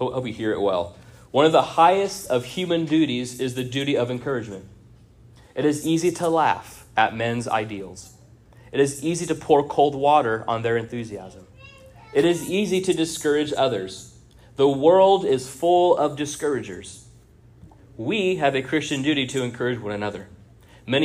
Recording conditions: large echoing room